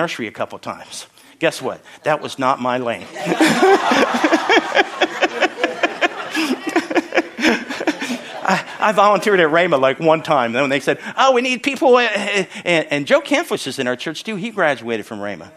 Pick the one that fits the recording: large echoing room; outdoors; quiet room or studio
large echoing room